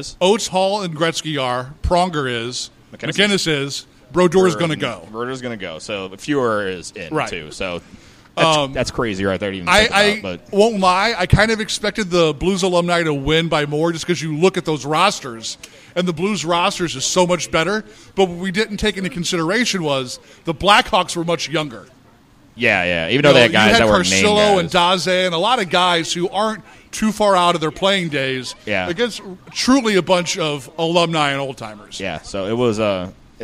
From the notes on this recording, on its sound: Live at The Winter Classic Part 1. Louis Blues are playing in the Winter Classic and we were live outside of Busch Stadium. We had a blast at the tailgate and thanks to everyone who stopped by. A few guests stop.